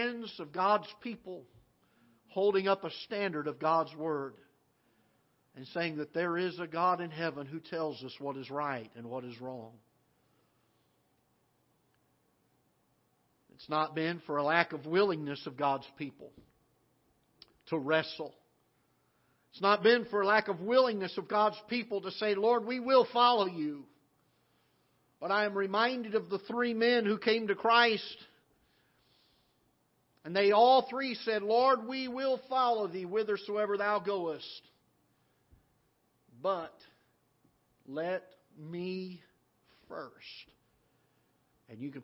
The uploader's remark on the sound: live broadcast from the auditorium of Ketha Heights Baptist Church in Festus, Missouri